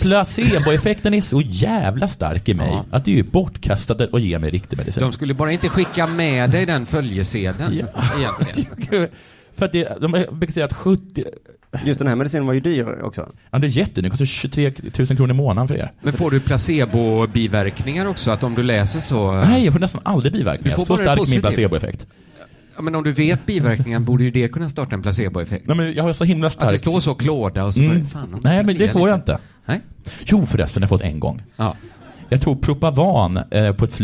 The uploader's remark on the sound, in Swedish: Inspelat inför publik på ’Under Produktion på Teatern’!